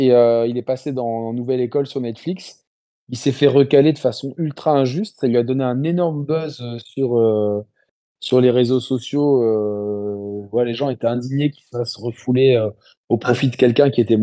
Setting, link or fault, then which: link, video call